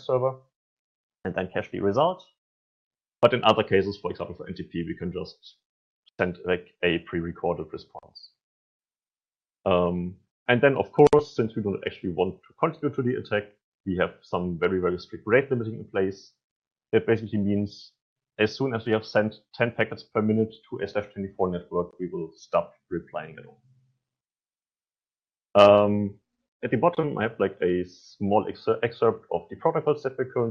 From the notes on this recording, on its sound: This is the recording of a virtual NOG meeting held at April 9th 2021.